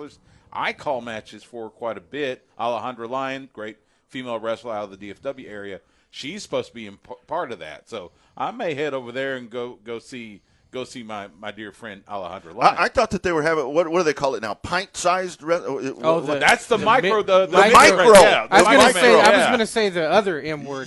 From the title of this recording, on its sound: Live From COTA